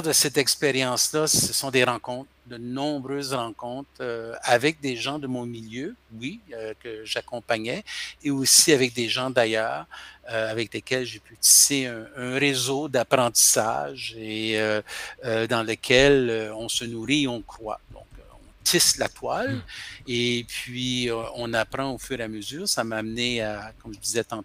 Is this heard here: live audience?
no